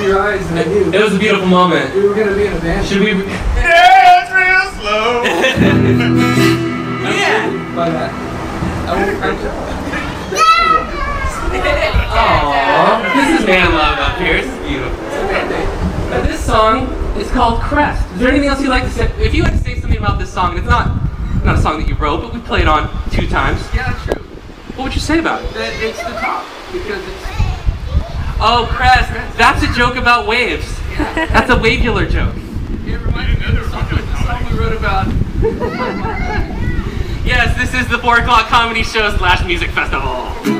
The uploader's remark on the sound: Live Set at the Contra Costa Fair 2019